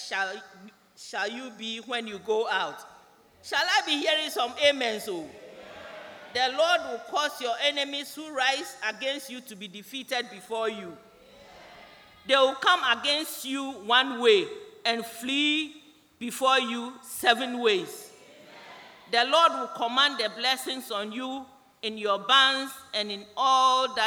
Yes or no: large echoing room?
yes